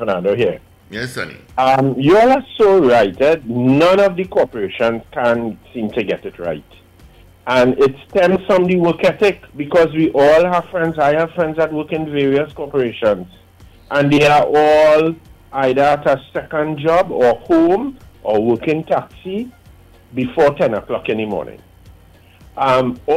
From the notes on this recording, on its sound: we take more calls from the audience